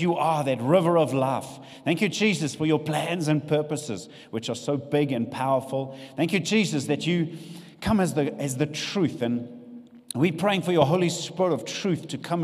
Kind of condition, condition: setting, live audience